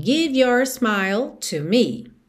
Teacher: O E final de give não é pronunciado, então eu já ligo o V no Y.